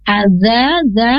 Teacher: lidah ujung ke ujung gigi seri atas dan dipanjangkan dua harokat. Fathah menghadapi alif.